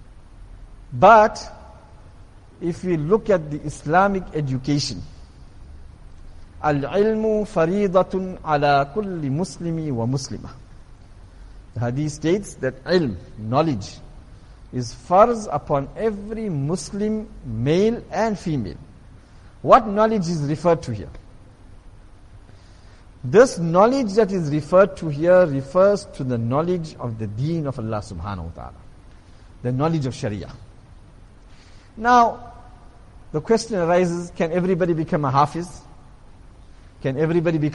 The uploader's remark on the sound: Jumuah lecture at Masjid Quwwatul Islam